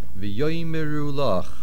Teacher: the main accent is on the yud of v'yoymeru. Usually it is v'yoymeru at the end, but lach pushed it back, nasoig achar, and it becomes v'yoymeru lach, and the mem still maintains a shva no.